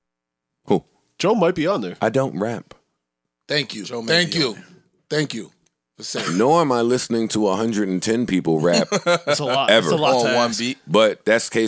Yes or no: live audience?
no